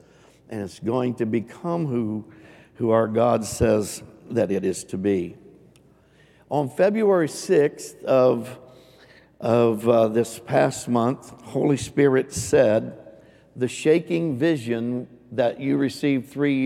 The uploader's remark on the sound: Recorded live on 3/27/22.